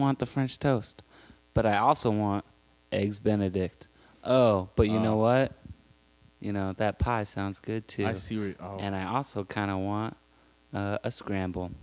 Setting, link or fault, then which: fault, hum or buzz